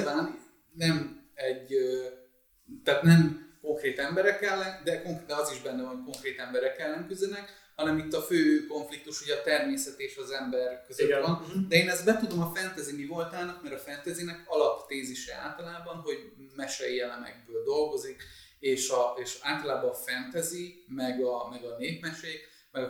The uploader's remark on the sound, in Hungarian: Az Adás sajnos felvételre alkalmatlan körülmények között készült, reméljük elnézitek nekünk.